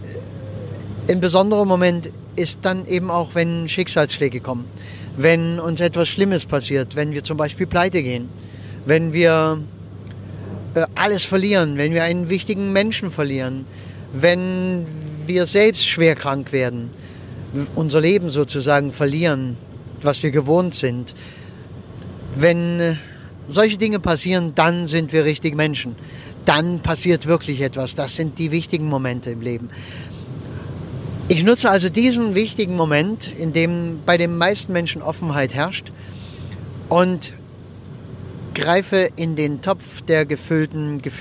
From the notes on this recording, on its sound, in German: Und wenn ich mit meinem Aufnahmegerät am Straßenrand im Auto sitze, wenn ich während der Autofahrt aufnehme oder sonst irgendwie, dann ist die Aufnahmequalität etwas gemindert.